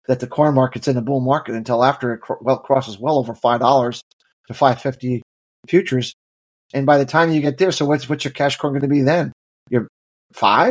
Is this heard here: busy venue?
no